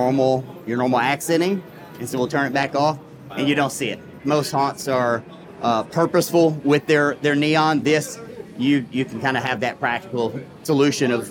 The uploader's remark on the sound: This episode was recorded live during Transworld.